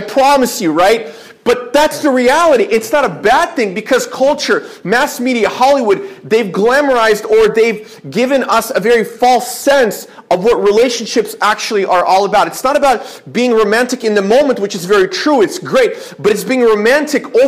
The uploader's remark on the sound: This is a sermon I preached at my church